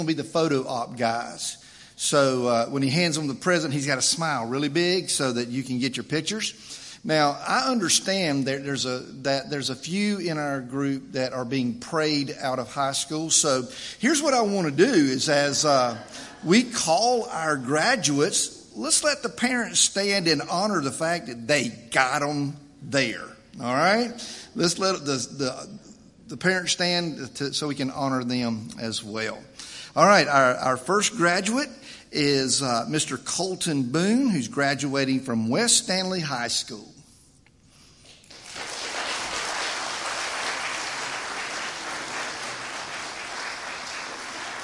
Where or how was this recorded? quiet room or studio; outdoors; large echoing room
large echoing room